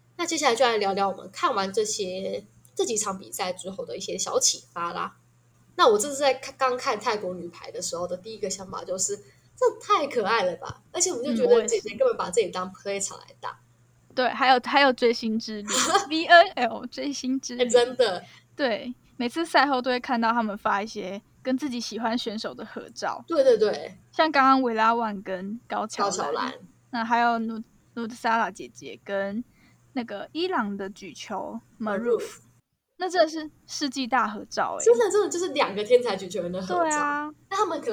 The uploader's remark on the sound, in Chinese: 第一次線上錄製！音質不佳請見諒（還有鄰居興奮的狗叫聲）。